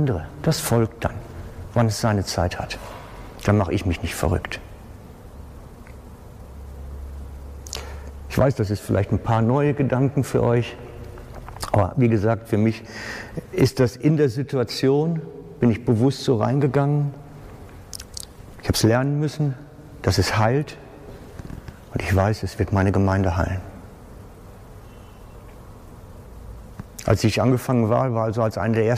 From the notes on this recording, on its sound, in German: Aufnahme vom Pastorentag der SPM im Juni 2019